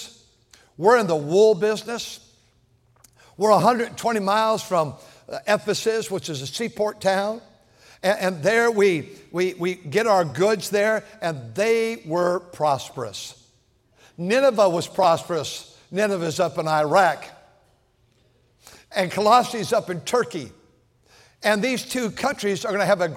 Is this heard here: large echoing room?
yes